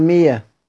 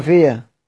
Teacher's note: إذا أتت الهمزة مفتوحة بعد كسر، سيدنا حمزة يقرأ بإيه؟ بالإبدال ياء، مثل مئة يقرأها مية، فئة يقرأها فيا.